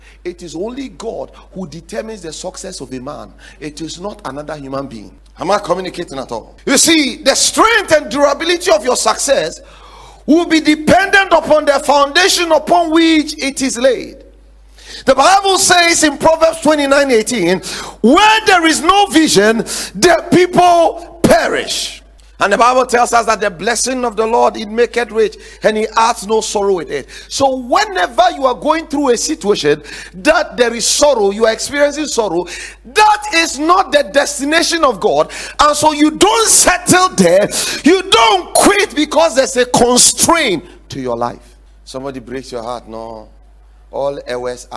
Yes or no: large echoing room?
yes